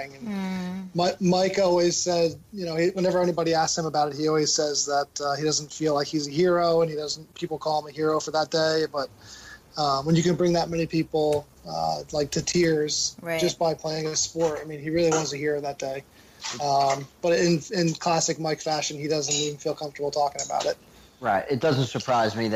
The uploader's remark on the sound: Most of the content in this episode was recorded at The National Italian American Foundation’s (NIAF) New York City Gala this past April. We have also included a fun segment at the end of the episode where we talk to some passionate Italian-American Met fans.